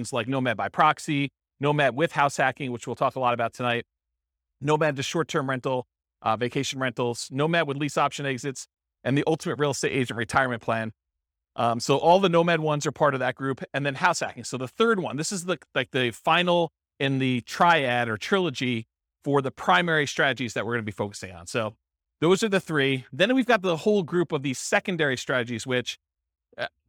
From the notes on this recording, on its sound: This was a live class recorded